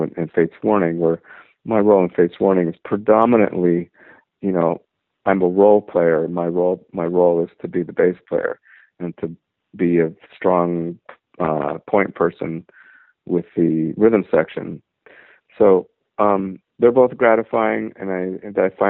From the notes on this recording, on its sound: I talked on the phone for a half hour